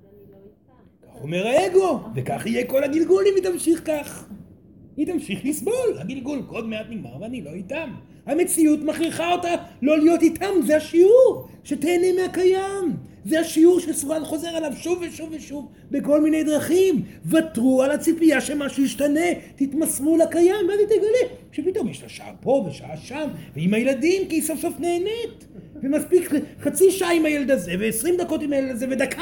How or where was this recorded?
live audience